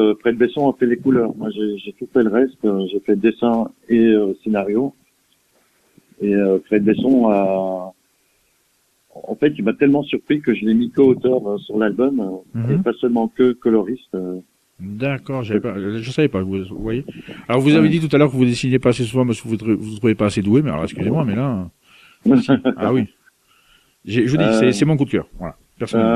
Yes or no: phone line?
yes